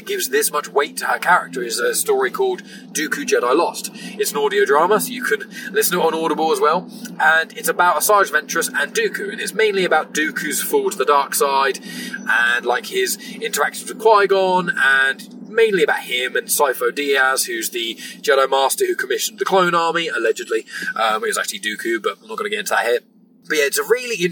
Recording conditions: inside a vehicle